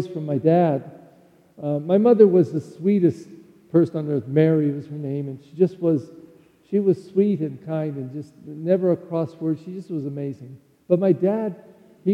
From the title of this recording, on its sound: Celebration of Holy Saturday at the Easter Vigil in the Holy Night of Easter